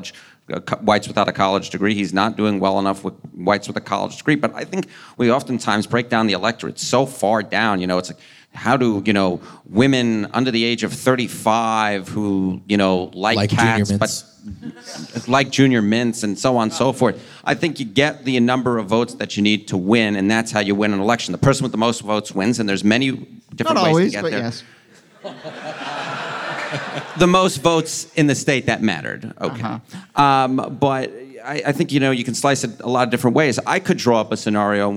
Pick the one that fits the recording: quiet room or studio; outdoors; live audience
live audience